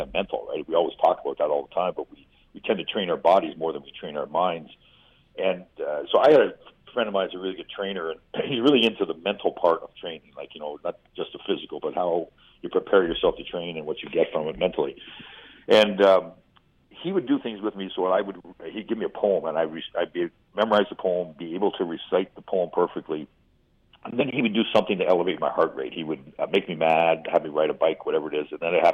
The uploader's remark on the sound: hops on the phone